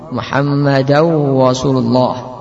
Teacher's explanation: mengganti ra dengan waw sehingga menjadi Muhammadaw